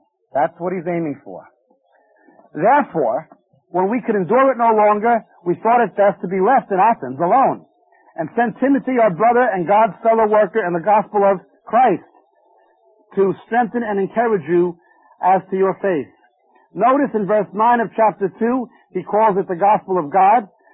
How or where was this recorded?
busy venue